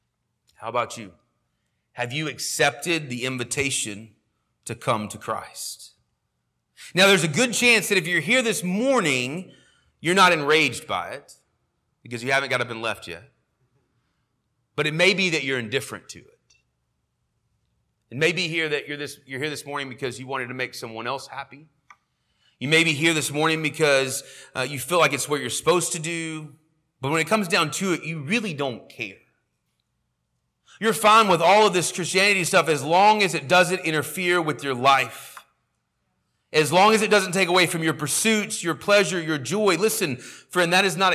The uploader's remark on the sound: sermon audio from our morning service